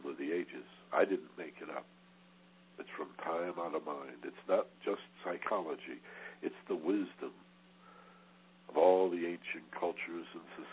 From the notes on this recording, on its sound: in a live Teleconference